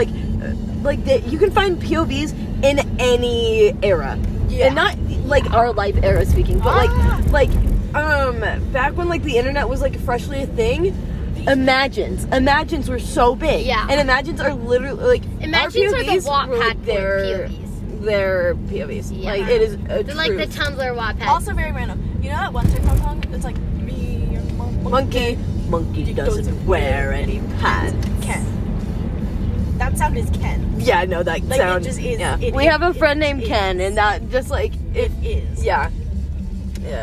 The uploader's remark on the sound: Join me to talk about girl talk in the car.